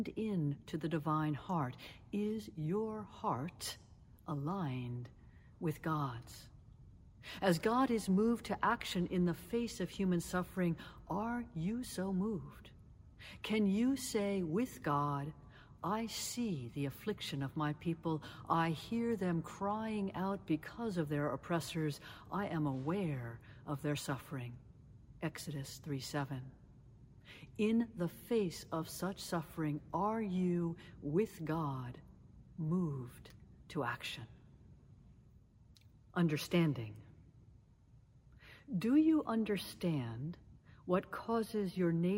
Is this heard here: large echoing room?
yes